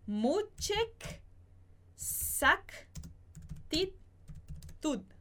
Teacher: Aqui a gente vai acabar juntando mucha exactitud. Quando a gente fala mais rápido, esse A do mucha, ele acaba sumindo.